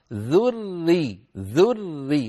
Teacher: حاول الراء من ذريته ما تتكرر، ذري ذري فقط التشديد.